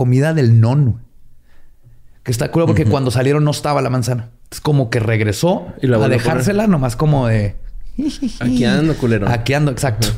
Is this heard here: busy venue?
no